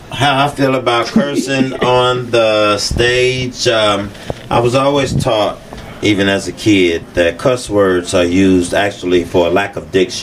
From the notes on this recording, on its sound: Before The Stage (BTS) is where comedians/ performers talk right BEFORE taking the stage to perform. Less than 30 minutes before a show at Mason City Brewing (Mason City, IA) for my free monthly comedy show #MCBC.